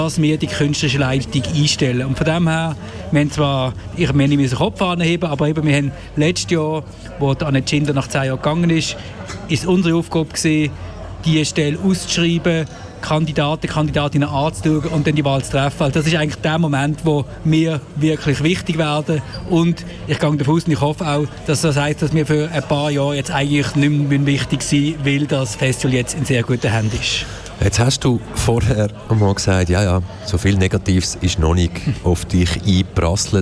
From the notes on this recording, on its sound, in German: Fantoche 2022. Kanal K berichtete während der 20. Festivalausgabe live aus dem Merkerareal in Baden.